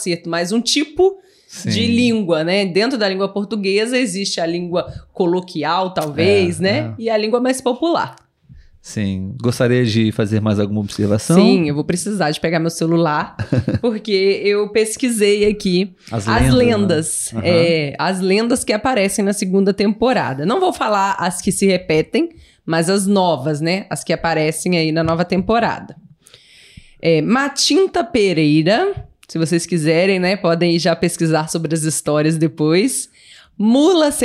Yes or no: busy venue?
no